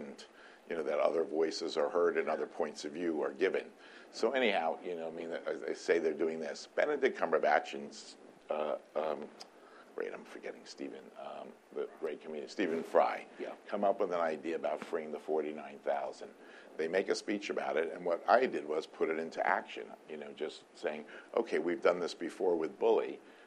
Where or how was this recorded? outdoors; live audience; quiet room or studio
live audience